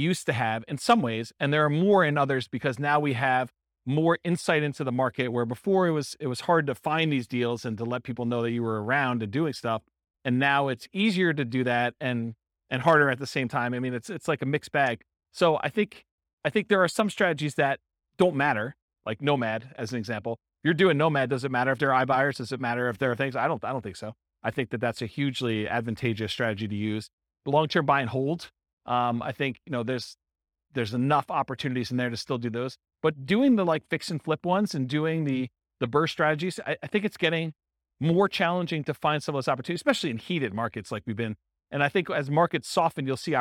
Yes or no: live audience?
yes